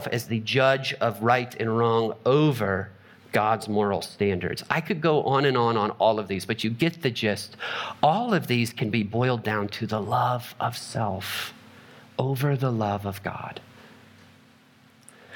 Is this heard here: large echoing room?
yes